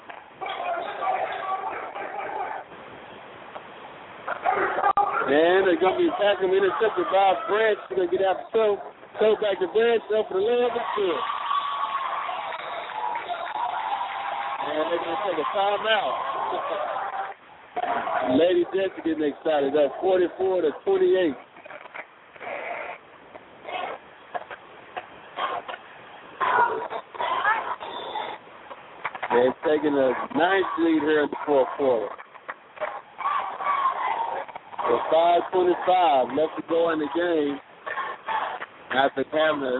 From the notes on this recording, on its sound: Lady Jets Girls AAU Basketball Broadcast in Orlando, FL. Live broadcast from AAU tourney in Orlando, FL.